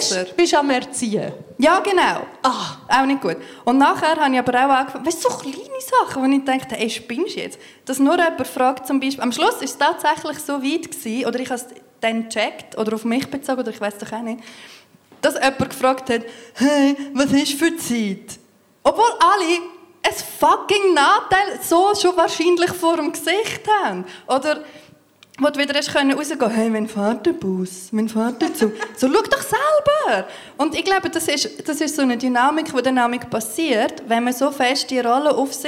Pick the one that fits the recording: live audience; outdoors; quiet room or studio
live audience